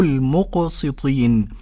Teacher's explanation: اللام قمرية مظهرة، والقاف ساكنة مقلقلة، وعند الوقف المد عارض للسكون.